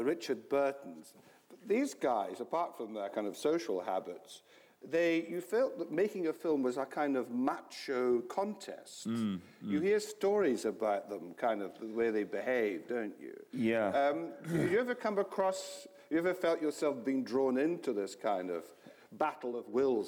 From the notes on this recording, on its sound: This is a live recording of a Platform event from July 2012.